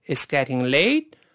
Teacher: 后面那个 t 读快之后呢，就没有完全爆破出来。后面 we 是舍事的，should 是应该，中间注意是元唇音，不要读叔叔的叔啊